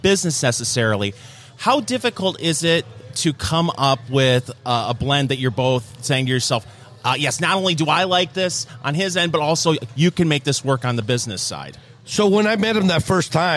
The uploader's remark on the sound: It all started at Blend Bar Cigar with a special VIP event. Recorded live at Blend Bar Cigar in Indianapolis, IN.